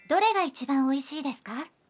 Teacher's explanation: Tambahkan desu ka di akhir kalimat dengan menaikkan intonasinya agar menjadi sebuah pertanyaan.